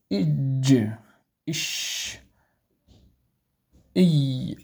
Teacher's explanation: وسط اللسان مع ما يحاذيه من الحنك الأعلى، الجيم والشين والياء